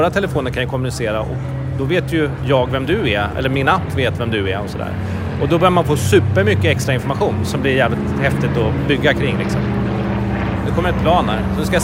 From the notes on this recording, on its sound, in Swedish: I kanske det mest stökiga avsnittet hittills i poddserien. Vi spelar in avsnittet på Hiltons balkong, och Austin visar prov på att vara live music capital of the world.